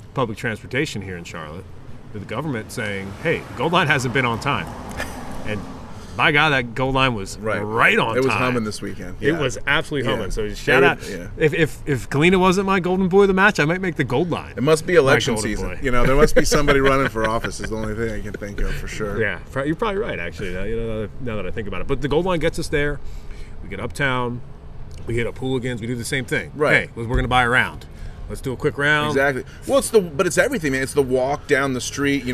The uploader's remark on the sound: they record on the patio at Triple C Brewing Company